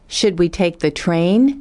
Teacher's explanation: use rising intonation on the first items and falling intonation on the last item